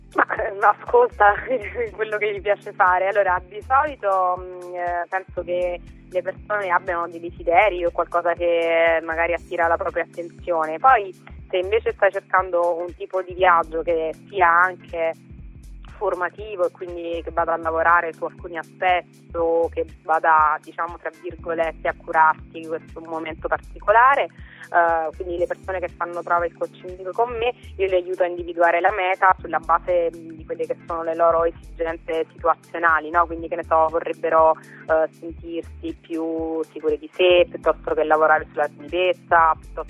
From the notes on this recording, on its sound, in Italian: Al Telefono